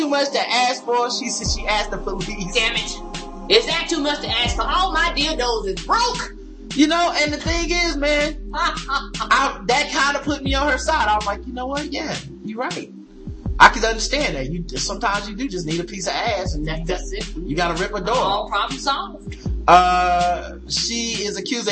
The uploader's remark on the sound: The audio is a little “echo-y” on this show but the issue has been fixed for future shows.